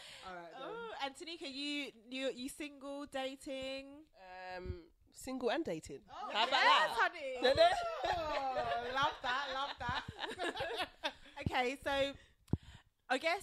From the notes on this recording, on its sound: Disclaimer - The sound levels aren't that great, however, we didn't want to deprive you of the banter so we hope it doesn't put you off!